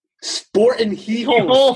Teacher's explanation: you say Sporting with a glottal stop and no G on the end